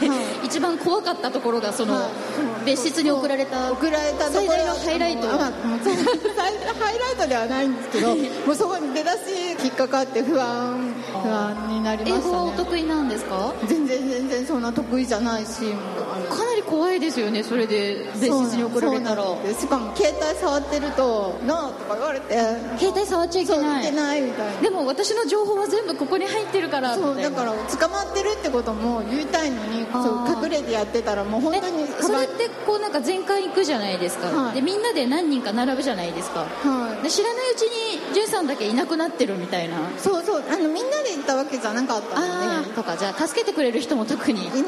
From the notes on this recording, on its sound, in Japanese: 渋谷の公開録音のもようが配信されています